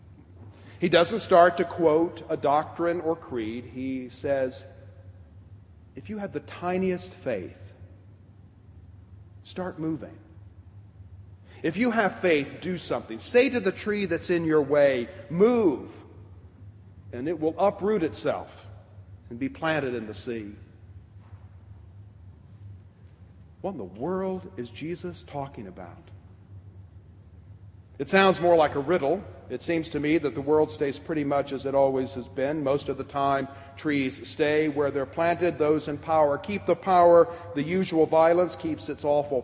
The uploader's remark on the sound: Preached at the 2010 Pride Eucharist on October 7, 2010, at All Saints' Episcopal Church.